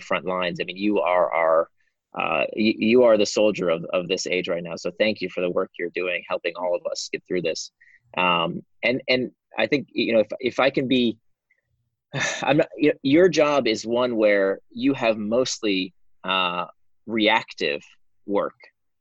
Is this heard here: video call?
yes